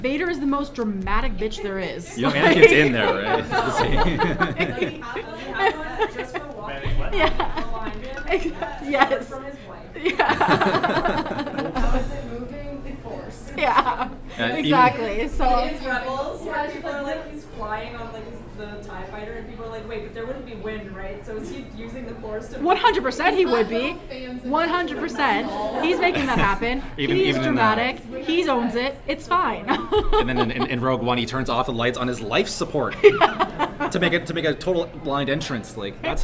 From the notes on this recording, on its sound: Forest City Comic Con 2022. Returned to Centennial Hall for a live panel discussion. Thank you to everyone in attendance, especially those who contributed the questions and comments you'll hear in this episode!